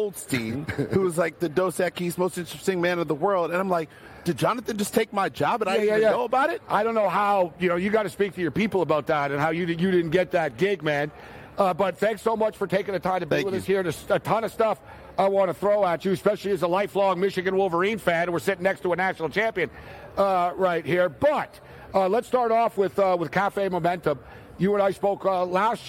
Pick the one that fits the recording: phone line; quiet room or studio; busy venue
busy venue